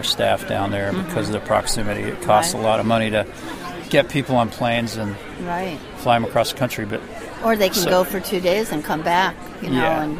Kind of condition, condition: setting, busy venue